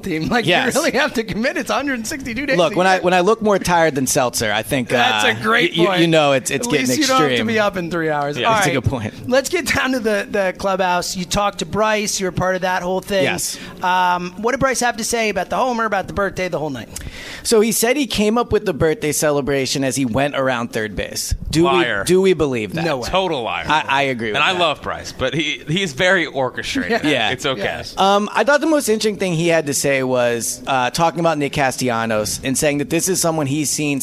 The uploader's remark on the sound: live from Citizens Bank Park